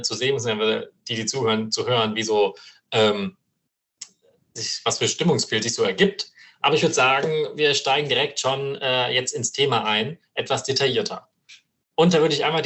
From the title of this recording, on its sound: Live Online Meeting